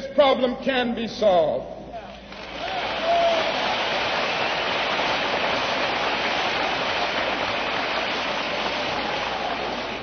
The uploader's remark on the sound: Address at Freedom Hall Rally Detroit